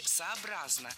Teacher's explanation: Правильное ударение в этом наречии – сообразно. Ударяем третий слог.